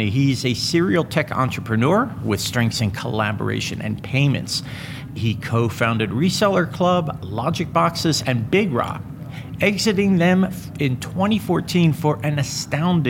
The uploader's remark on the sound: LIVE FROM MONEY 20/20